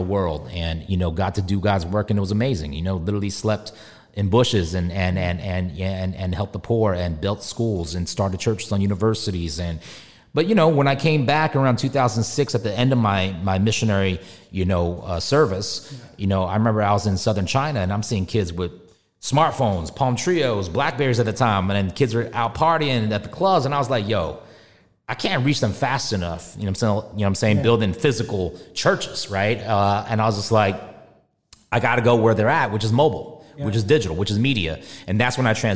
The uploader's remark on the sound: Live in Dubai